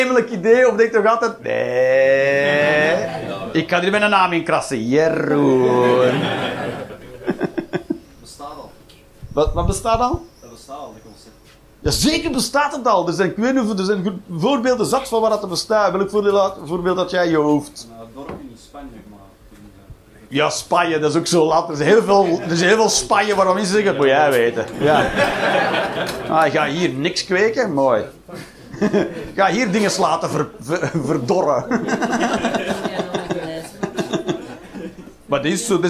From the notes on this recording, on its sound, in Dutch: Live 21 Juni 2023, The Joker, Antwerpen.